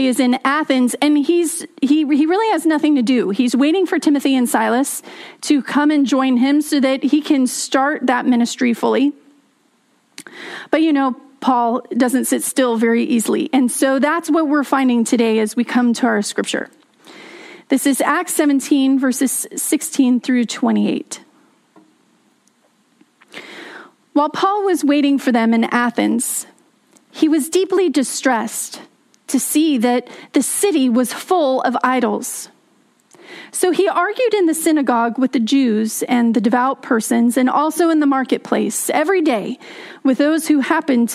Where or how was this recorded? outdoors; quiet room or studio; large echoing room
large echoing room